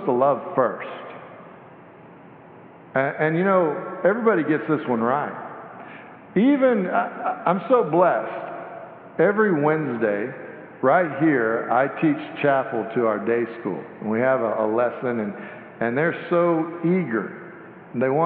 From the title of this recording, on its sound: Sanctuary Service